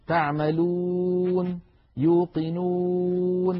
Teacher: لابد من أن يكون ضما كاملا خال من الألف، كذلك أن يكون خال من الياء · Term: الواو